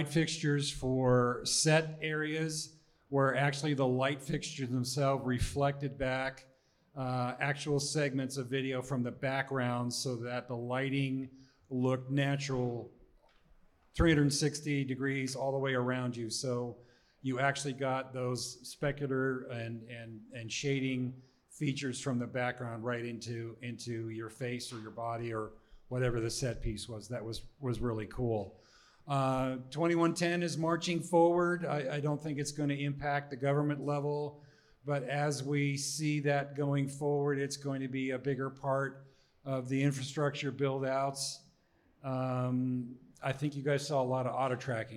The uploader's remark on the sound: we held a live panel for our POSTNAB tour